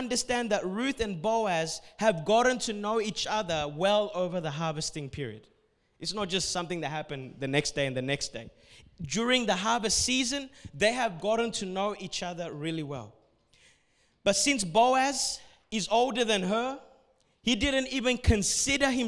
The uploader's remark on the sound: A message recorded at Revive Church Adults service